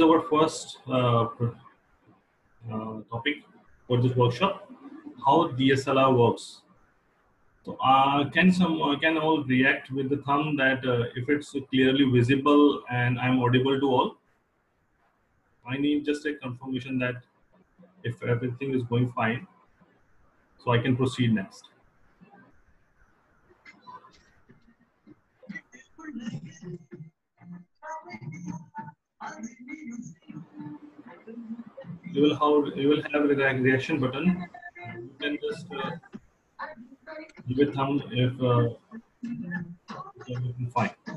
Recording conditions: video call